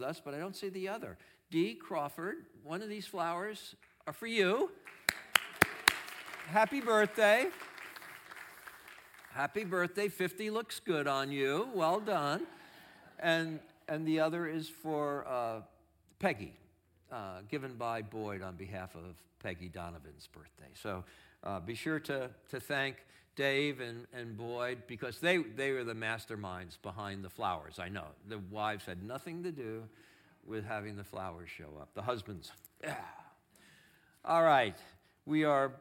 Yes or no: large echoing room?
yes